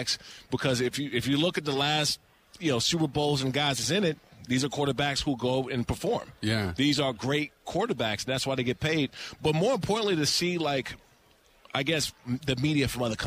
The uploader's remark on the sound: Live From Radio Row At Super Bowl 57